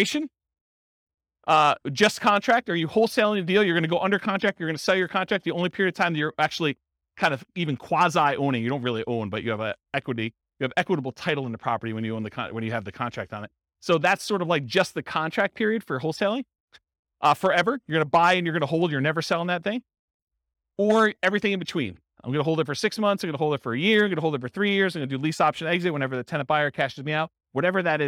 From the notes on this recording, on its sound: Real estate entrepreneurs in New Haven, Connecticut. This was a live class recorded. The live in-person version.